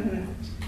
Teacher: Zöngés, így van. Tehát az M az ajakhang, zöngés, és amellett egy orrhang is. Tehát nem zárhang, hanem orrhang. · Term: nazális ajak hang